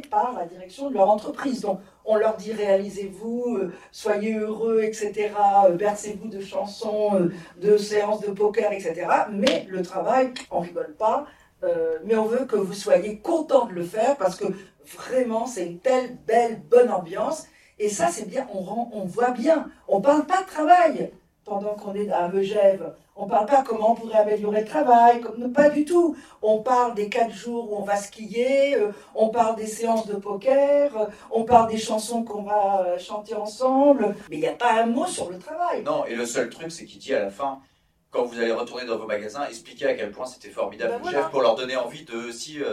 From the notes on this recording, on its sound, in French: Enregistré le 9 octobre à l'Espace Saint-Michel à Paris. Après une séance de projection du film à l’espace Saint Michel à Paris.